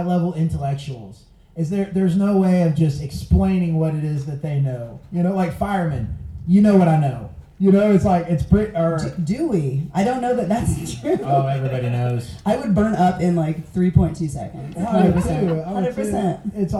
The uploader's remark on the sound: This was my first live podcast from the Panhandle Podcast Meet-up. The crowd added a fun element.